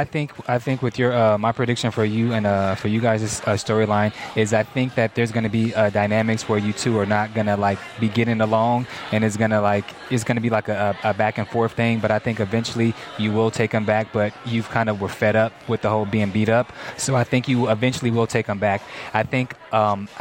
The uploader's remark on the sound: LIVE from the Kari Feinstein Style Lounge gifting suite for the 2012 MTV Movie Awards